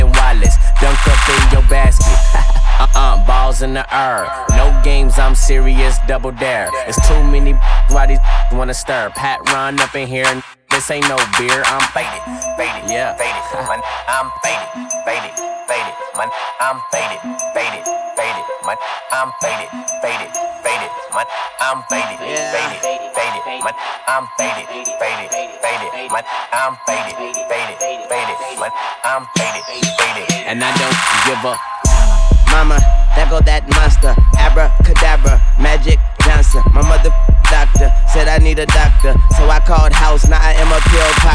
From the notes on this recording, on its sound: live from fayrooz 2019